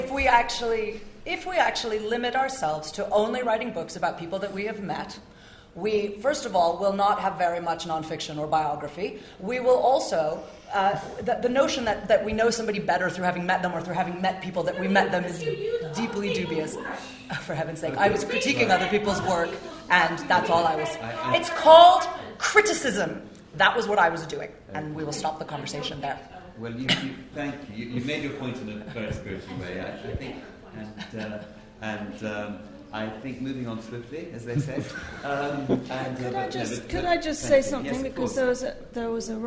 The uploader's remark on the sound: This event forms part of the LSE Space for Thought Literary Festival 2015